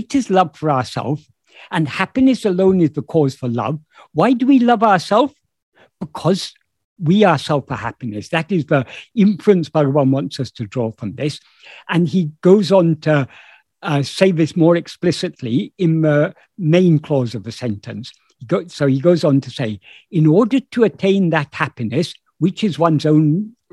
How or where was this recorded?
video call